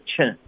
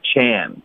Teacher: 这个 chance 嘴巴要再大一点，现在发的是 chen，你看你没张嘴 · Shown in: second take